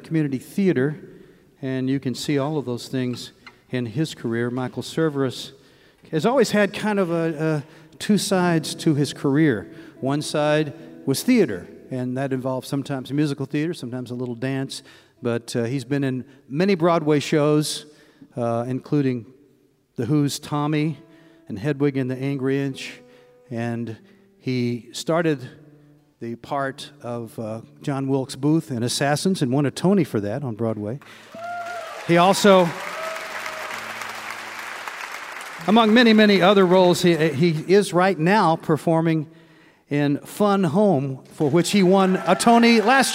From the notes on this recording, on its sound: On Mountain Stage. Recorded live at West Virginia University in Morgantown, West Virginia.